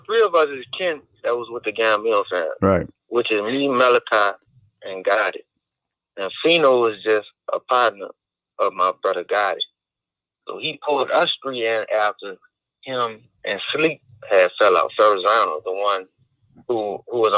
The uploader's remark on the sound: calls into the show